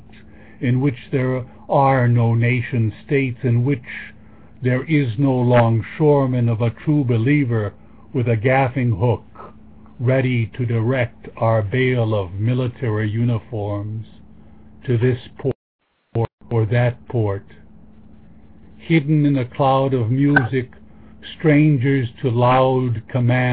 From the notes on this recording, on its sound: Live callers from Oakland, CA, Washington, DC, Calabasas, CA, Sonoma, CA, Toluca Lake, CA and Poughkeepsie, NY.